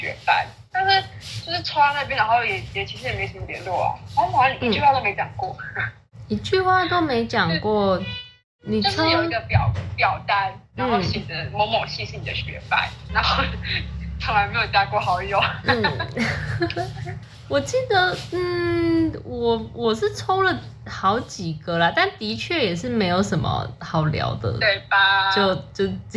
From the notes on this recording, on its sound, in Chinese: 來和我一起在線上聊聊他自己。是用遠端錄音的方式來訪談，這樣我也和各位聽眾一樣，和來賓沒見過面、只能從聲音去認識她，也因此，收音上會有一些瑕疵，希望聽眾們包涵。